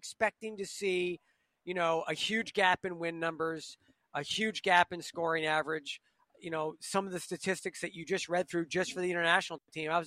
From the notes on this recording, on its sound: LIVE from the Presidents Cup at Quail Hollow.